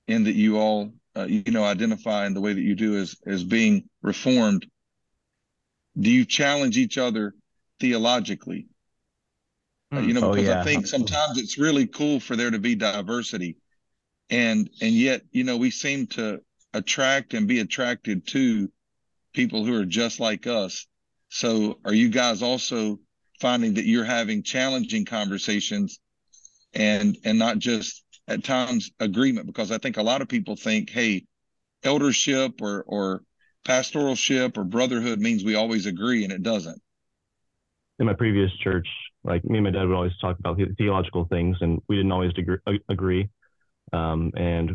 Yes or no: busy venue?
no